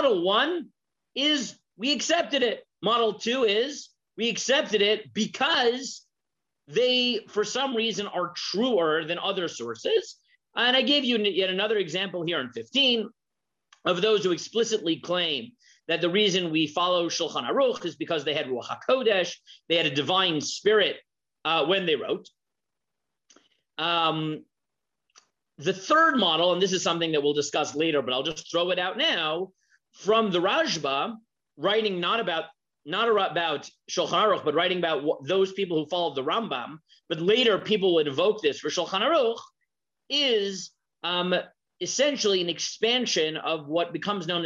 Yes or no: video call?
yes